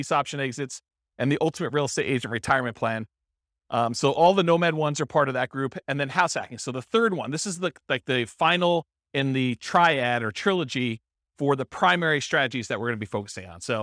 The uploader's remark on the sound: This was a live class recorded